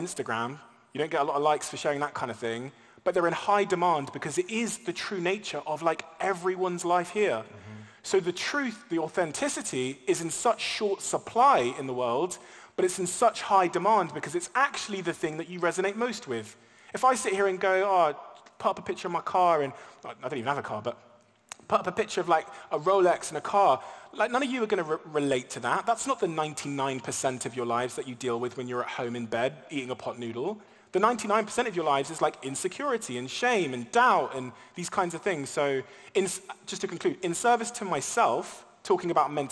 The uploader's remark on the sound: an intimate fireside chat at the Dubai Opera House